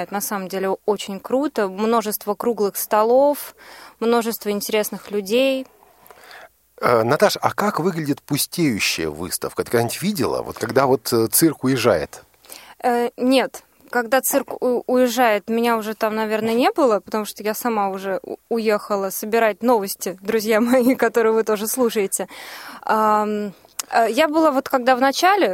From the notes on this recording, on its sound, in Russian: Ну а с теми сотрудниками и общественными корреспондентами, которые не смогли быть в студии, мы связались по телефону. Запись прямого эфира.